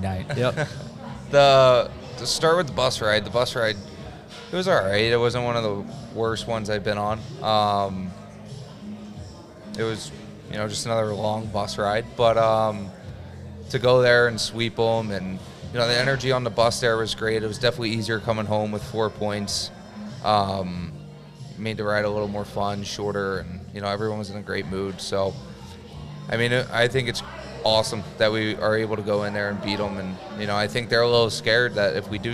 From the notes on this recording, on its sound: Were back with another live show at Brewskys.